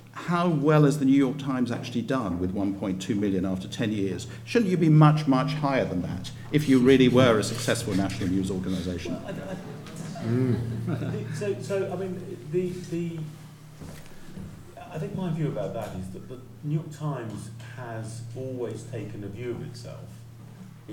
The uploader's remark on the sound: Panel debate at the 30th Anniversary Reunion of the Journalism Fellow Programme.